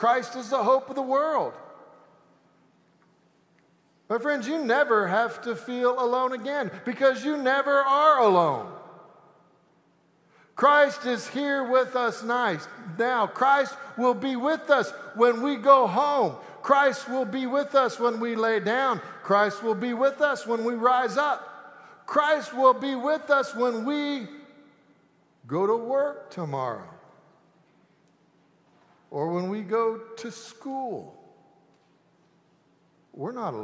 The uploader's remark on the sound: Easter Sanctuary Service